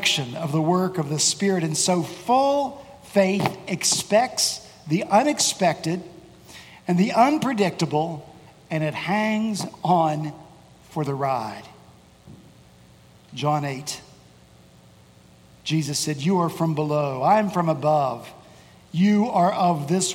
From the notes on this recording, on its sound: At Redeemer Presbyterian Church in Charleston, SC